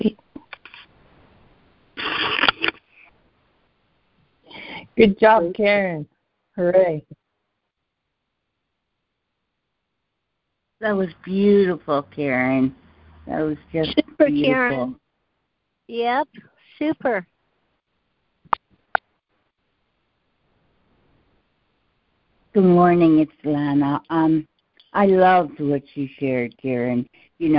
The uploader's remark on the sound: ACIM Daily Conference Call